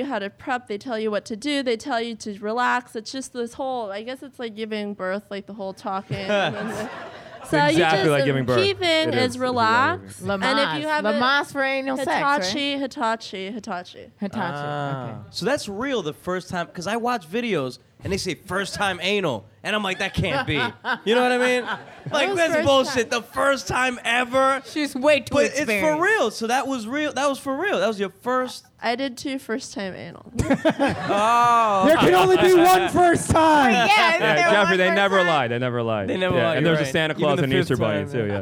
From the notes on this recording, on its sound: Recorded live at the Museum of Sex Play Lounge!